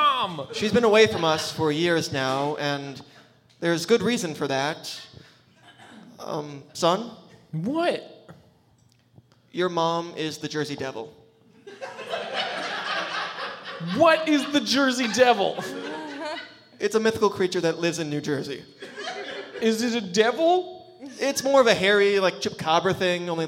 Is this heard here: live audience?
yes